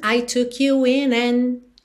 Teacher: muito comum na palavra and, a gente não ouvir o D.